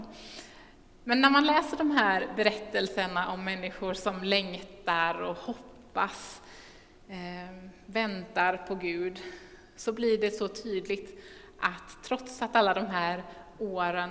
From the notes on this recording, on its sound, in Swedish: Inspelning från Immanuelskyrkan Skövde.